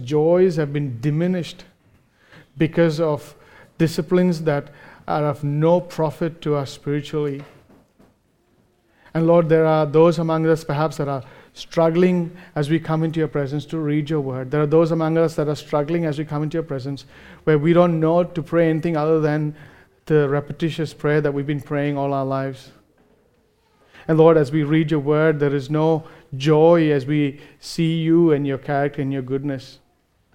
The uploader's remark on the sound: recorded live at Grace Community Bible Church